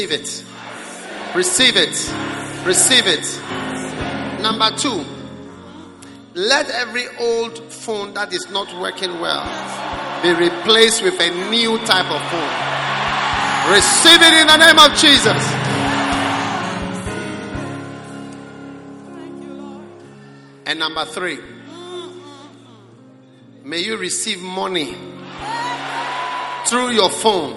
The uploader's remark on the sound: Preached at the Prophetic Encounter Service.